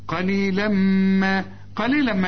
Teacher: واخد بالك التنوين بعده ميم، ادغام بغنى